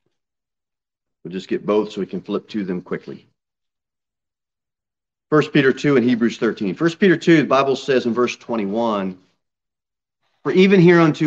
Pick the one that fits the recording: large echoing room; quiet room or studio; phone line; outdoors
large echoing room